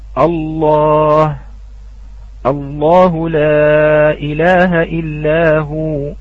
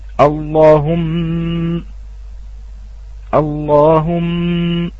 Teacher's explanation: نلاحظ أن اللام فيها مغلظة، سواء قلنا اتصل بها ضمير أم لم يتصل